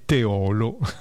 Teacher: La pronuncia corretta di Teolo, comune in provincia di Padova, è Teolo, con l'accento che cade sulla O chiusa, ovvero sulla penultima sillaba